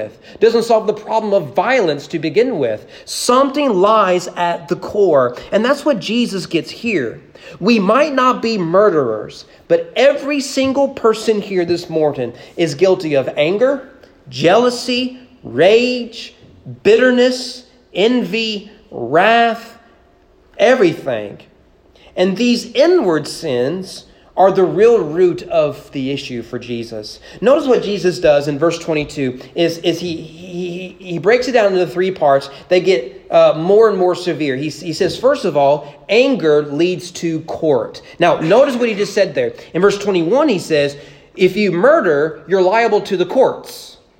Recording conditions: large echoing room